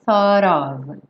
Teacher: Aqui nós temos a palavra thought, pensamento, mas esse T já vai juntar no of